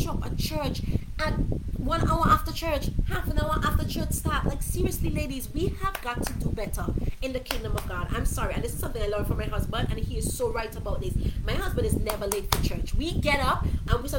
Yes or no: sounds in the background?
yes